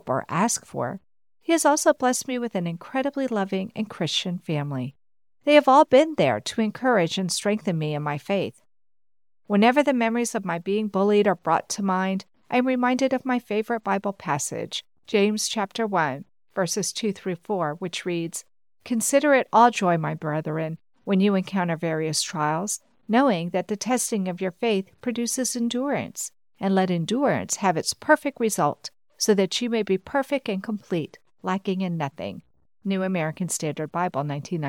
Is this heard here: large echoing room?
no